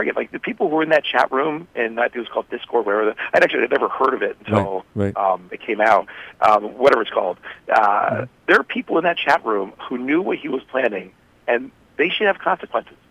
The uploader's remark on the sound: called in today.